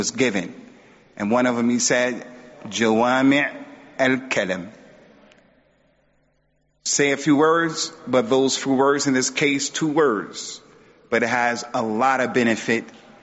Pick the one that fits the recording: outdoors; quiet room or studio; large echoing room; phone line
large echoing room